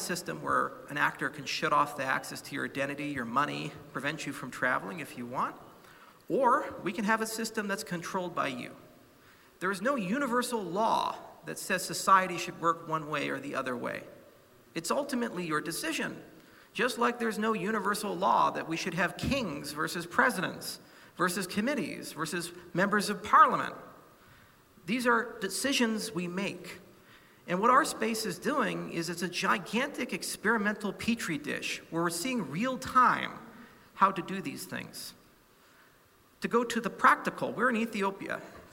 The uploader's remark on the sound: Keynote speech from Token 2049 in Hong Kong.